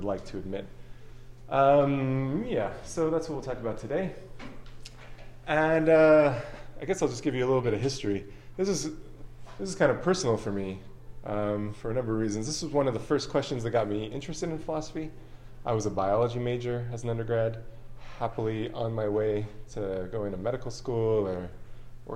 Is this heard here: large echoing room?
yes